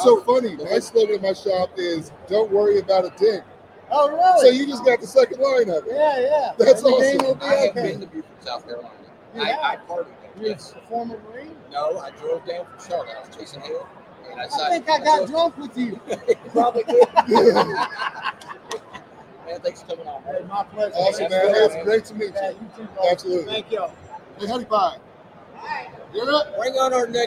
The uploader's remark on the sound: Live from Mobile Tech Expo 2024. We are live at the Mobile Tech Expo in sunny Orlando Florida at the Gaylord Palms Hotel and Convention center. Listen as we grab random attendees and put them in our hot seat and ask the how the Expo is going.